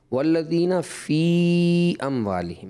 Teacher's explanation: یا مدہ کے بعد حمزہ دوسرے کلمے میں منفصل ہوگا، تو منفصل کی مد کی مقدار آپ کو پورا کرنا چاہیے تھا